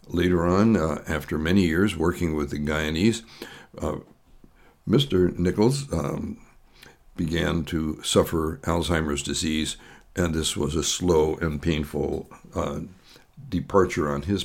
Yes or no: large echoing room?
no